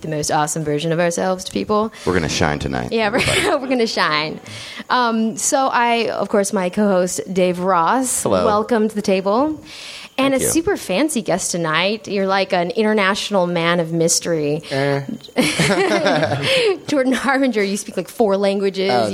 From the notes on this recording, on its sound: live on stage at NerdMelt